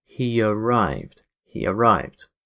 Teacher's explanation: we're adding a little y sound that goes in between